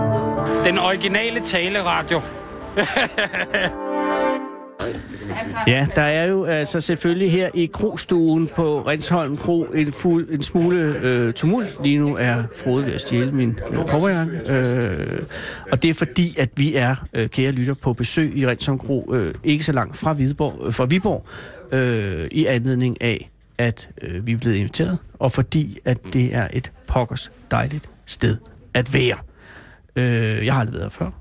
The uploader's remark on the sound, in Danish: Live fra Rindsholm Kro